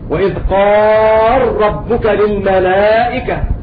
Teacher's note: فأضغمت اللام في الراء وهي مفتوحة بعد ساكن لأن أبا عمرو البصري قد استثنى كلمة قال